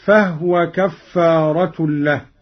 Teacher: قرأ قالون بإسكان الهاء هكذا: فهو كفارة له.